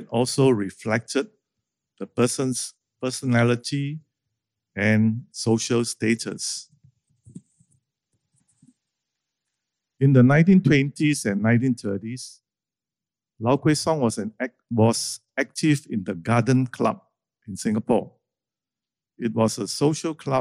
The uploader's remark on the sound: This conversation was recorded live in March 2019 at National Gallery Singapore